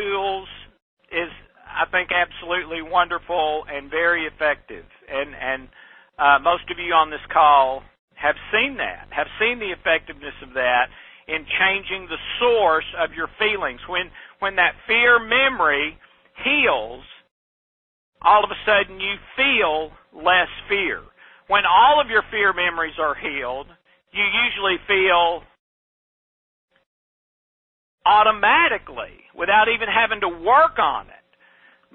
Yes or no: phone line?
yes